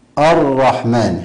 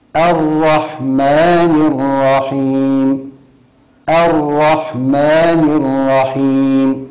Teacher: الرحمن، هذا النطق خطأ. الصواب ترقيق الهمزة، لأن الهمزة حرف مرقق · Shown in: second take · هكذا الرحمن الرحيم، الرحمن الرحيم، دون مبالغة.